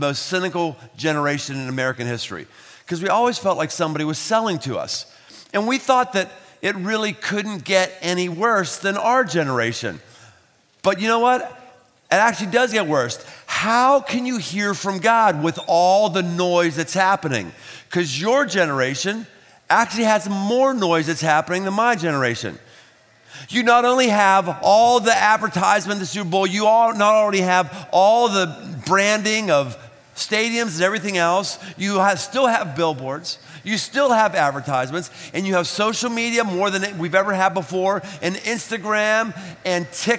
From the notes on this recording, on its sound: Live at The Big Night. 3,000+ teenagers, gathered from three states.